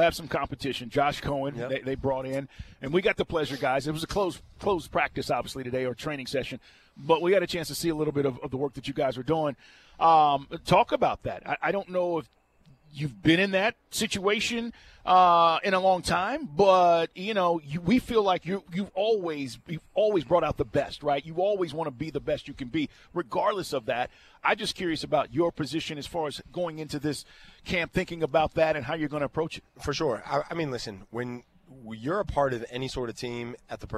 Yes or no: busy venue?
yes